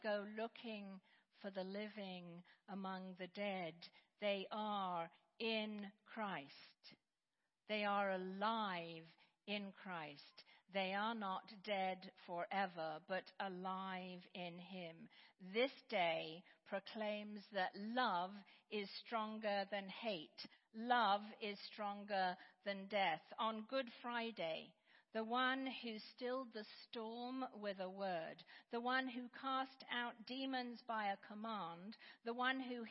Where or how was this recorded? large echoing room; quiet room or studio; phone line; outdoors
large echoing room